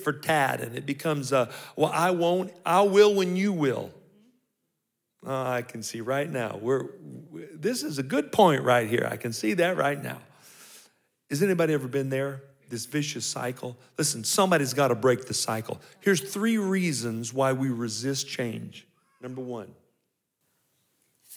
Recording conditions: live audience